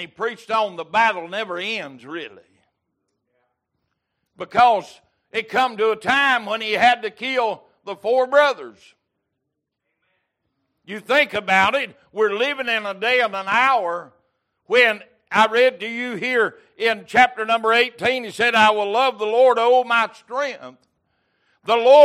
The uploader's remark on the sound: Recorded November 13, 2022 - Sunday Morning Service